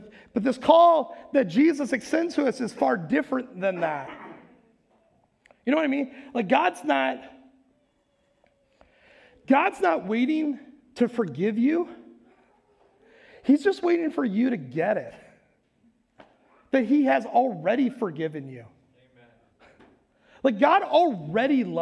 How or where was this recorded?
large echoing room